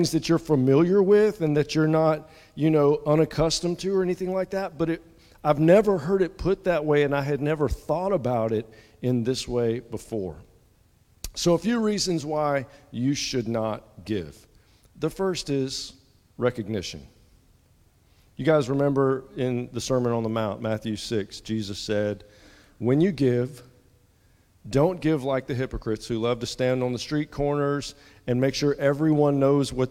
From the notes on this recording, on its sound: at the 8:30 contemporary service at Restore